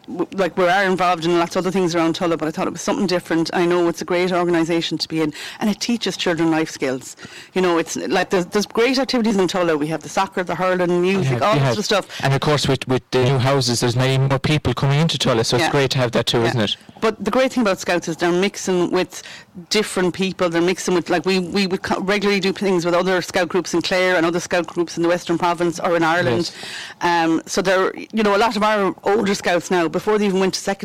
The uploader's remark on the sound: As recorded live 29th July 2023 and broadcast from the Stand at Tulla GAA pitch as part of Tulla Music Festival.